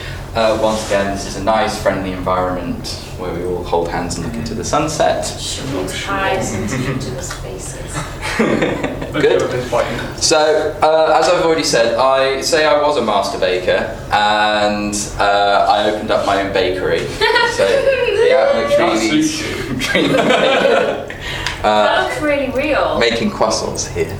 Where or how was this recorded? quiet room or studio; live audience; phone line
live audience